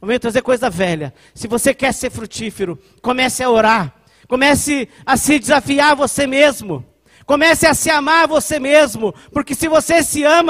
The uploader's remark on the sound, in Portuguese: Culto de Celebração dia 27/09/2020 na Igreja ABA Blumenau (Transmitido ao vivo).